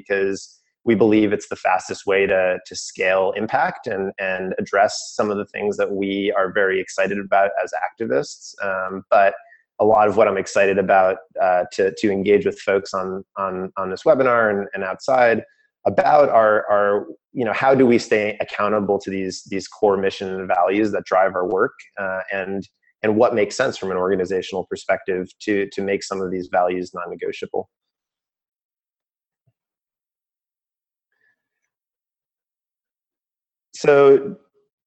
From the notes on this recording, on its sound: These "podcasts" are the direct audio recordings of TFIN Webinars. As the original format was a video webinar, please excuse any brief technical difficulties and note that presenters may refer to slides.